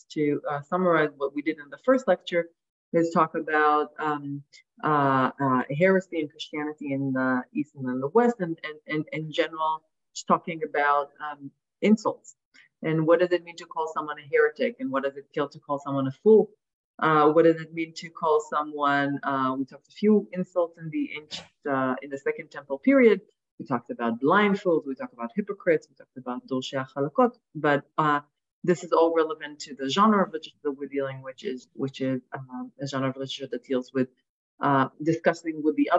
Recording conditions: video call